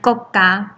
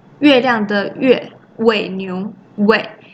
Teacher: 台语的极促短音结尾的，叫做入声